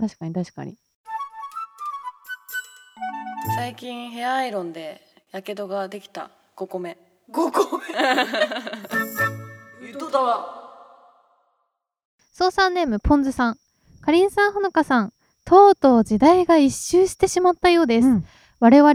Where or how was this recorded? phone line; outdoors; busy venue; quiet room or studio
outdoors